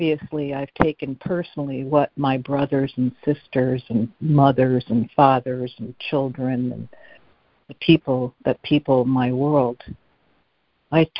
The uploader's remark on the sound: ACIM Daily Conference Call.